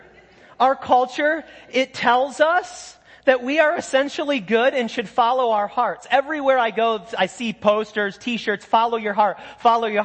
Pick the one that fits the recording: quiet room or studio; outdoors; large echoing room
large echoing room